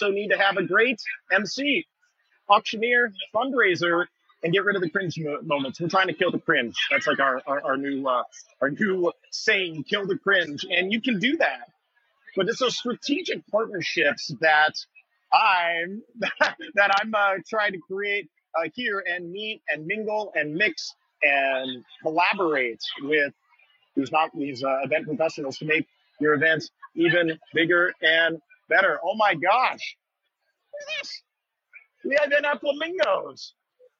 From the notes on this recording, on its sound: LIVE from THE EVENT EXPO 2023! As we take you on a live stroll through the buzzing halls of THE EVENT EXPO 2023.